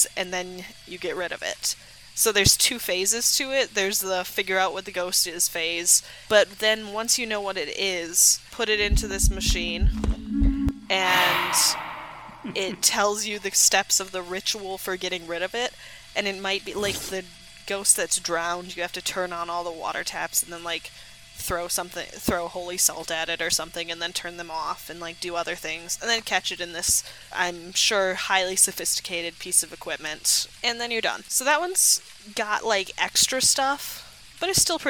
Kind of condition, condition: setting, outdoors